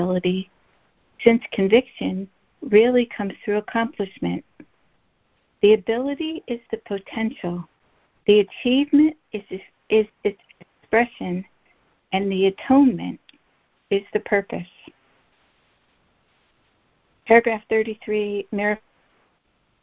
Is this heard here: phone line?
yes